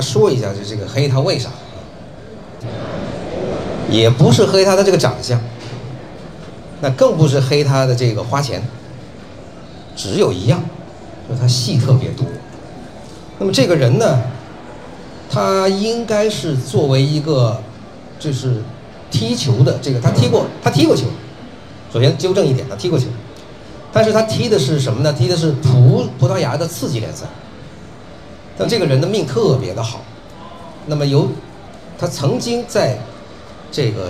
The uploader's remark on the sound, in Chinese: 本期节目为《足球第一视角》8月26日线下见面会的现场录音，保留了稍有些嘈杂的背景音。